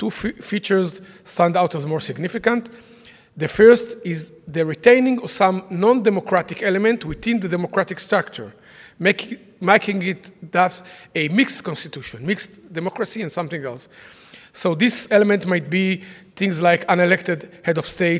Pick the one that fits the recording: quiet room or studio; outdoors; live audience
live audience